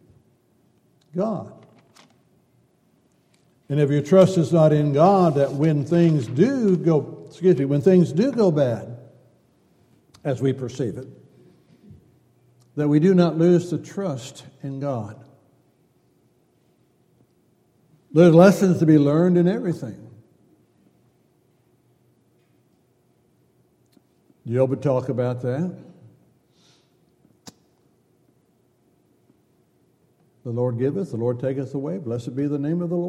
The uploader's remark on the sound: Downtown Church Of Christ Audio Sermon.